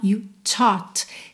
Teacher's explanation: Tem um arzinho no primeiro T.